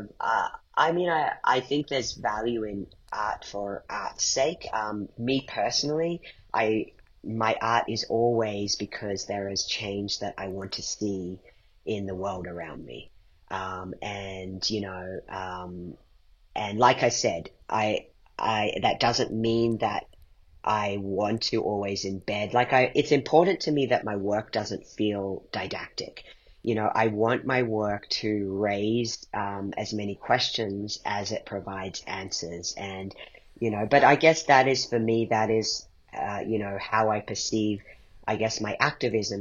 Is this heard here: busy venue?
no